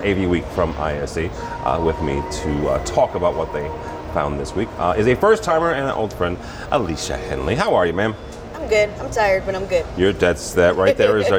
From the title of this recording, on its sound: Live From ISE 2020